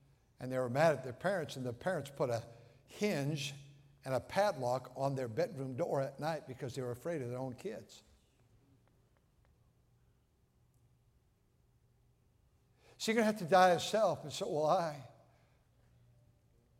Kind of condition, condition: setting, large echoing room